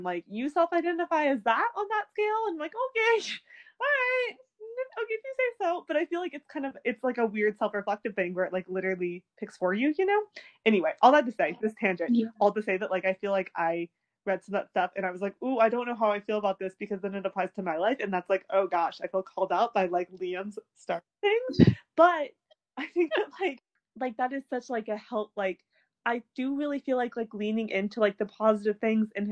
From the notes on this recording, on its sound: We would apologize for all technical glitches